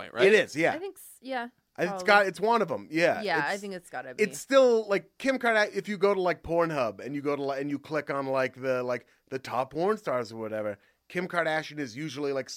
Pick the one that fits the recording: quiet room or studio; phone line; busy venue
quiet room or studio